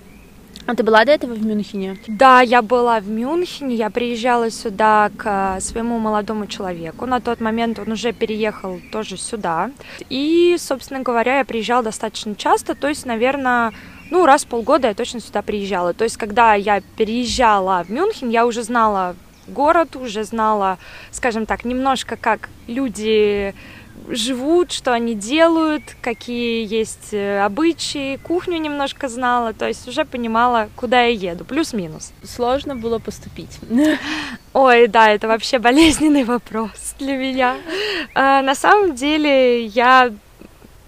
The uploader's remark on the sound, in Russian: Выпуск записывался в парке, поэтому на фоне поют птички и иногда пробегают собачки